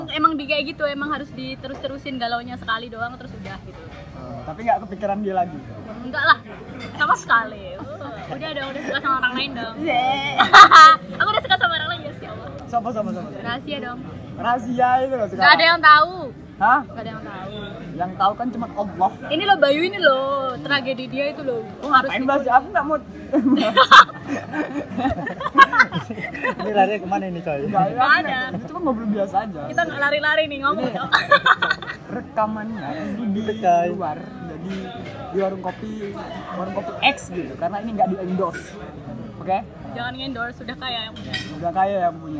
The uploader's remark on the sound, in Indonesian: Obrolan ini diabadikan di warung kopi dengan backsound keributan manusia.